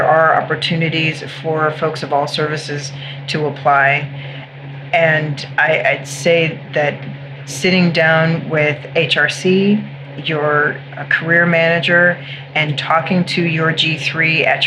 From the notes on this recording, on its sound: In this episode, we set up a new remote studio. It was the first run, so you will hear some background noise.